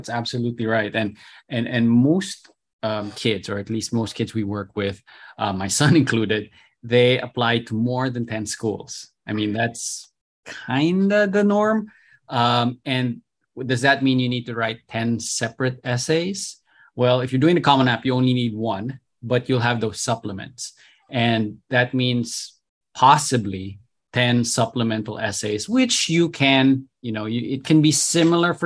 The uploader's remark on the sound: Webinar Recording